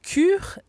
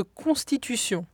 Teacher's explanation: Le premier est un palatal, bien articulé sur le sommet du palais. Et le second, vélaire, plus subtil sur le voile du palais.